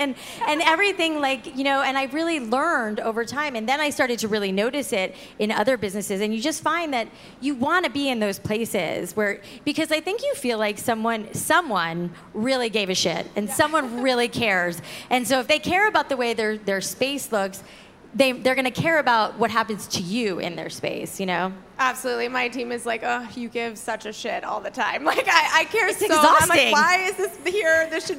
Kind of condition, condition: setting, busy venue